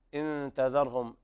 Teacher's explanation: إن تذرهم إخفاء حقيقي لوقوع التاء بعد نون الساكنة